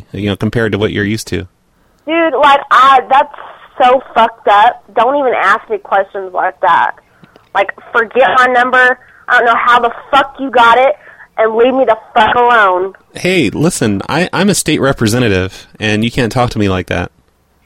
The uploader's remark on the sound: Personal Prank Phone Calls Collection. LQ.